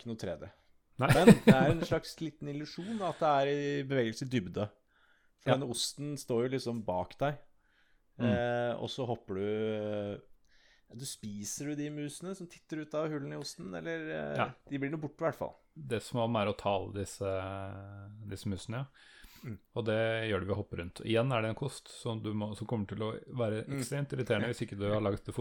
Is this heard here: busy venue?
no